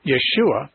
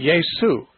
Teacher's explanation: You can't say Yeshua. It's got they substitute the SH sound with an S. So it'd be Yesu and, or Jesus.